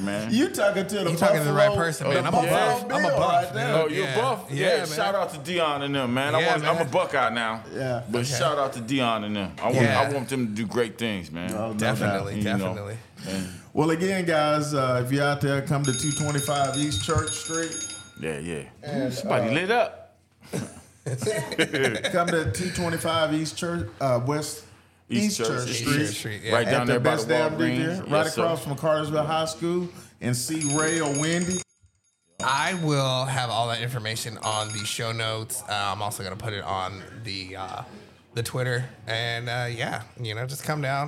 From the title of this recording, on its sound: Live at the Best Damn Detailer car show